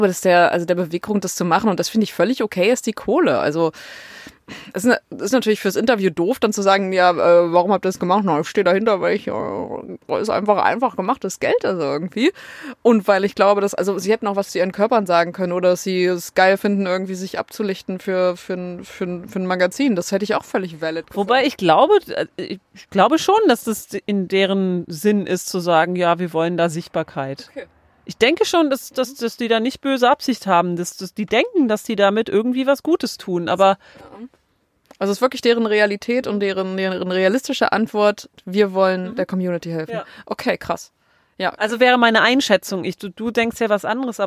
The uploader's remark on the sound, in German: Die Folge ist mal wieder „on the road“ entstanden. Deswegen der entspannende Autosound im Hintergrund.